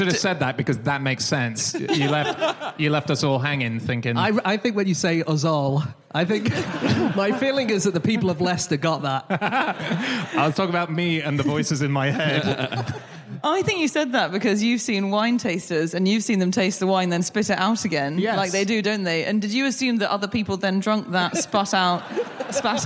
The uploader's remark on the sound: Live from Leicester